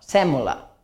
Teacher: Fixeu-vos que sèmola en oriental és oberta